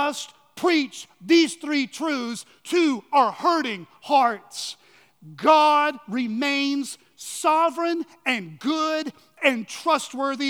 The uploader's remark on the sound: on the morning of March 19, 2023, at Chaffee Crossing Baptist Church in Barling, AR.